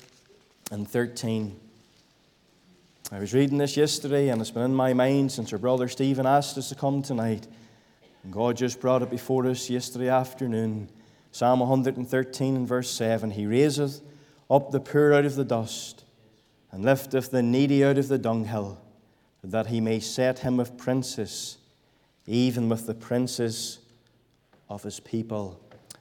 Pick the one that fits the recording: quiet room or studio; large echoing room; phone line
large echoing room